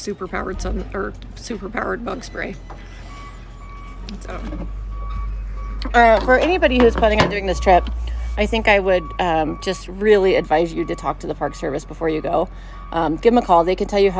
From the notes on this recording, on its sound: Kayaking Bighorn Canyon. In this episode, we hear excerpts from the audio journal recorded on their adventure.